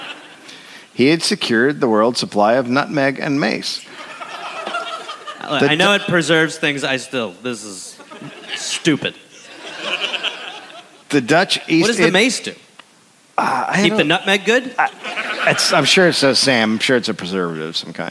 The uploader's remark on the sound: Recorded live in Amsterdam.